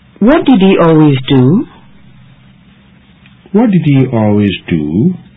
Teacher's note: the question is said with a rising intonation.